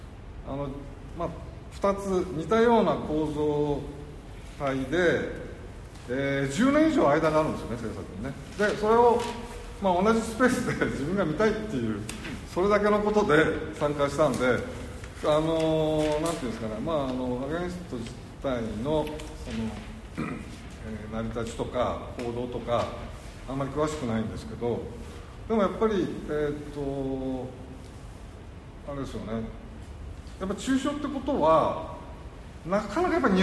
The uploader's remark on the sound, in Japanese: 会場：武蔵野美術大学鷹の台キャンパス 2号館309、310教室。第9回 AGAIN-ST 「BREAK/BREAKER シュート彫刻のありか」のトークイベントの録音です。